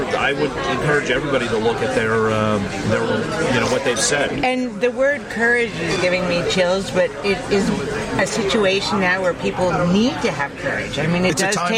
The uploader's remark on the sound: at the Capital Grille restaurant